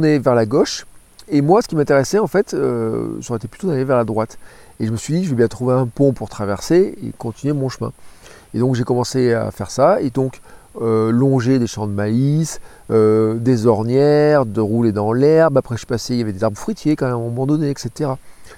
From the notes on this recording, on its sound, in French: Un épisode enregistré juste avant de dormir à la belle étoile à Chagny à côté de Nevers au bord du canal latéral de la Loire